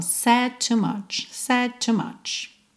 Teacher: Said com to você junta num som só.